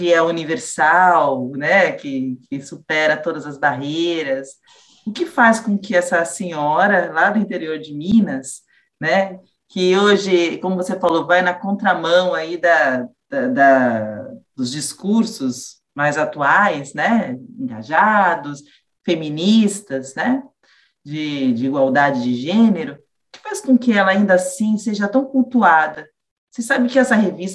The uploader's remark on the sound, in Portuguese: nós realizamos um encontro on-line